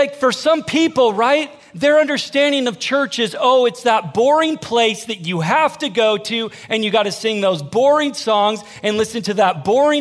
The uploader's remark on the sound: Sermon audio from Northview Young Adults.